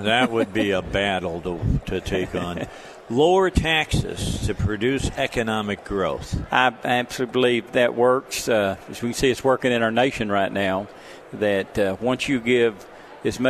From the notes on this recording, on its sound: Live at the State Capitol for Filing Day